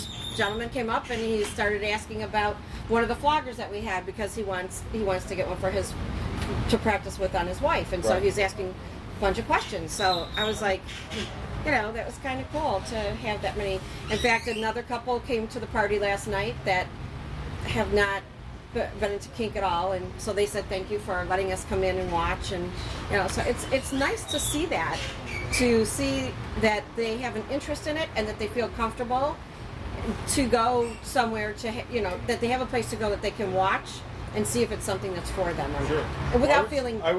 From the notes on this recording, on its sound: Thirty Naked People And A Microphone. This discussion-group style episode was recorded live on our last full day at the resort.